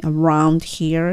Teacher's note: around here の時は必ず r をしっかりと聞かせる。あ、ラーにしないように。このラーっていうのだったら L に近い音なので、R にしよう思ったらどこにもベルを当てずに around here っていうふうに行きます。Is there any luggage storage service around here?っていうふうにいきます。はい。では次にですね、今度はホテルですね。ホテルで荷物預けたいんですっていう時ですね。その時の文章いきます。I'd